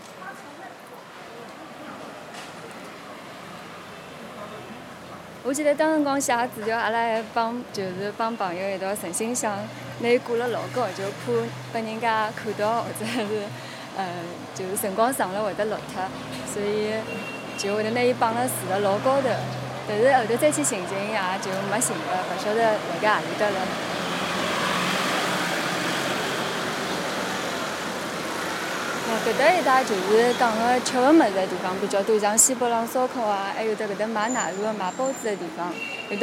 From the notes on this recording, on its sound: This track was recorded in the Wenmiao area of Shanghai. The stories are recorded in the location where they occurred not only to help the storytellers recall their memories, but also to provide a complementary backdrop for their not so distant past.